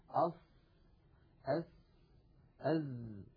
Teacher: الصاد والسين والزاي، هذه الأحرف الثلاثة عندما ننطقها نضع طرف لساننا يعني رأس اللسان عند الصفحة الداخلية للثنايا السفلى، للسنين الكبيرين اللذين في مقدمة الفم. · Term: أحرف الصفير